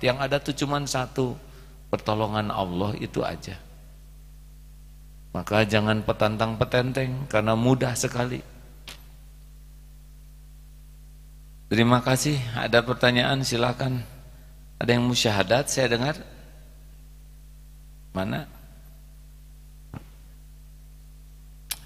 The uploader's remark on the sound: live dari Masjid Daarut Tauhiid Bandung